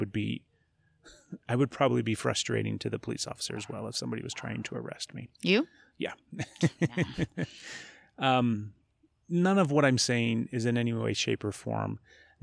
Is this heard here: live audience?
no